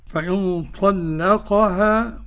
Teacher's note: قرأ ورش بتغليظ اللام المفتوح